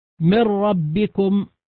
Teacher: لأنه لا أثر للنون فيه إطلاقا، زالت النون ذاتا وصفة، لا يوجد لها أثر، فلأجل هذا يسمى إدغاما كاملا، مثل قوله تعالى من ربكم، أصبحت راء مشددة، راء واحدة، ولا أثر للنون إطلاقا